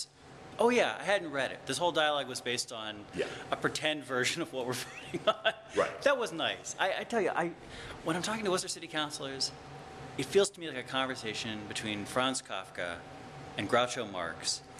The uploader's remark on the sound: This week’s show is taped at Crompton Collective , a mall of antiques and artisan goods, right off Kelley Square.